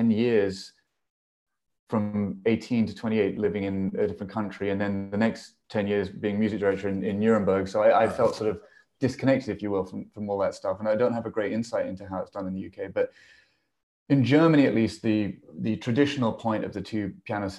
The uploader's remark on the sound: This interview was recorded on 23rd November 2021 via Zoom.